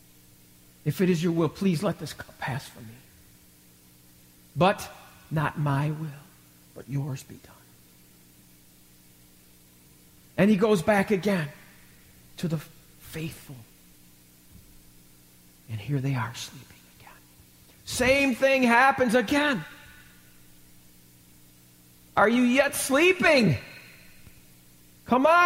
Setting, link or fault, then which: setting, large echoing room